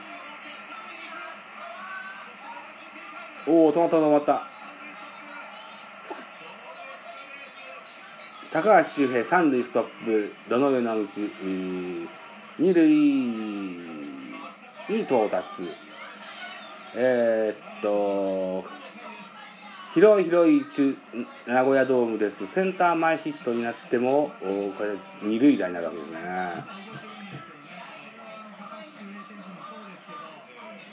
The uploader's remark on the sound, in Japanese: ナゴヤドーム。Radiotalk。IPad収録版。